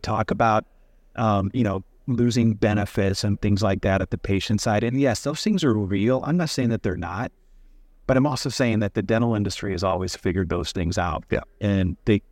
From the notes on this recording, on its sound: recorded at the Dental Trade Alliance meeting